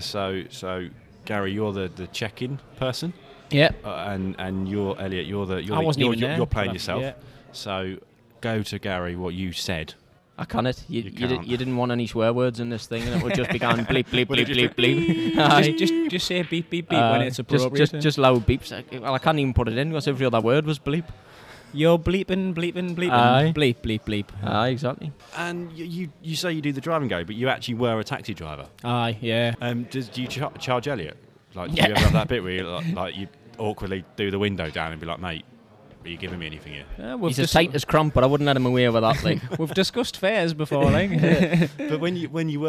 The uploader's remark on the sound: Recorded at the Snooker Shoot Out in Watford.